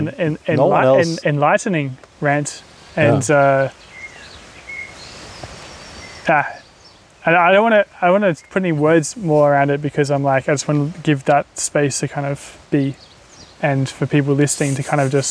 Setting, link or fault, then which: fault, sounds in the background